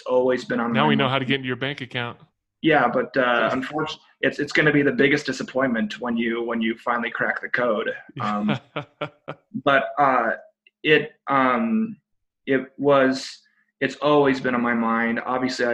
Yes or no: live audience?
no